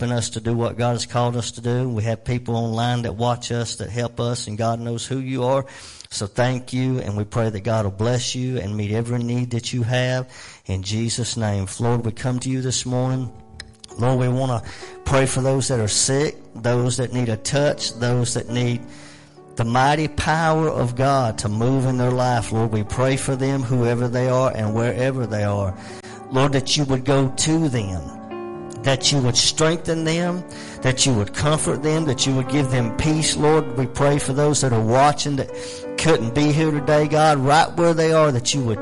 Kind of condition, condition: setting, large echoing room